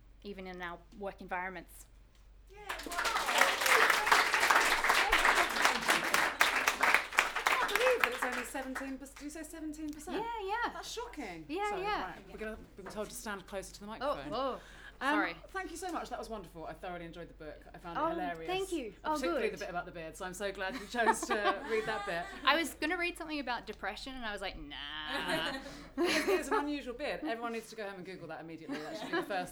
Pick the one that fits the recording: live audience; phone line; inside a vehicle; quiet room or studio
live audience